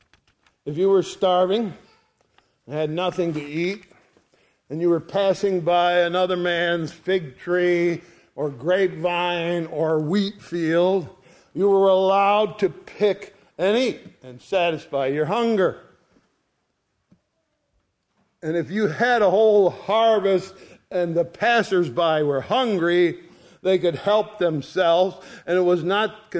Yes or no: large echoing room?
yes